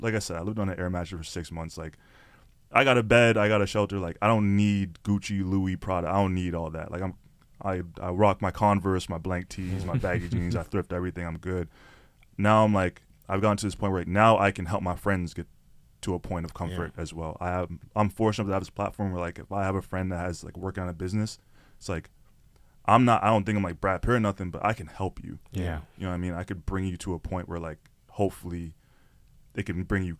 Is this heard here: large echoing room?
no